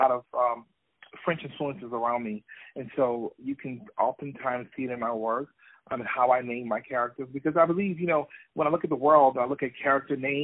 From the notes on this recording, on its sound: On the phone